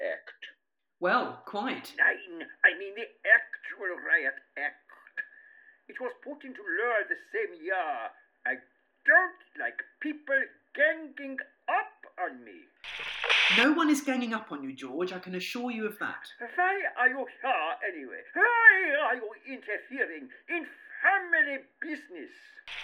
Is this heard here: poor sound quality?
yes